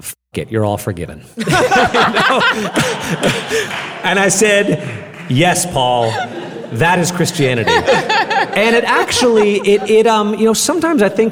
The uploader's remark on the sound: Recorded in front of an audience at the 2018 Mockingbird Conference in New York City.